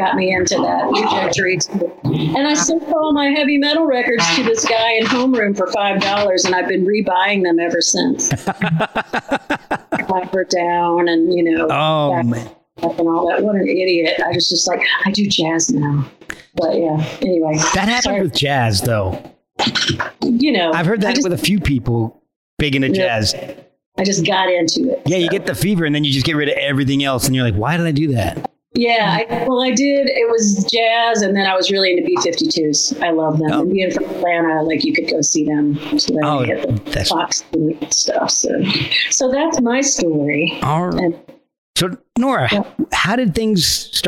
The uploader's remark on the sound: We had to fight through some connection problems.